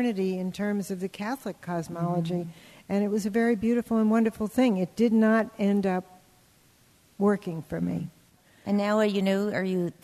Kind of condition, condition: setting, live audience